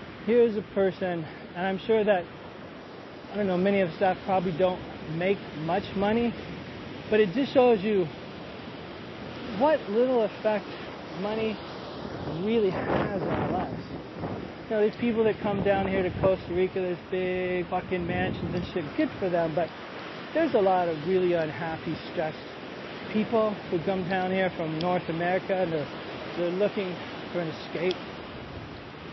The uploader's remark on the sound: walking on a beautiful beach in Costa Rica, the sun shining, the breeze blowing, the waves coming